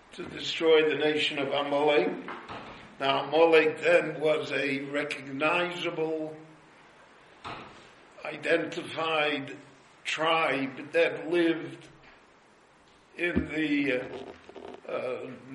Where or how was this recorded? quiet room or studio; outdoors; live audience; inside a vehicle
live audience